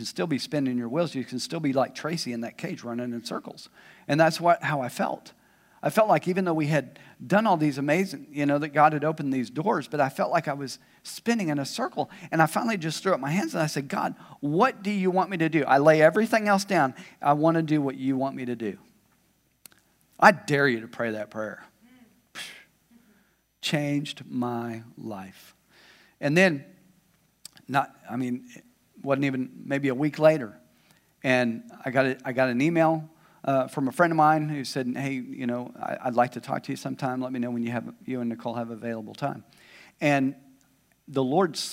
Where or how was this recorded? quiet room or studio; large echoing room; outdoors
large echoing room